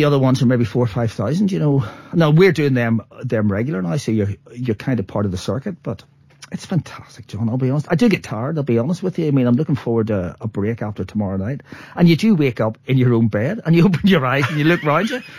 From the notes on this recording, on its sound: called in for a chat